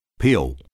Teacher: Dark L, peel. Becomes a back vowel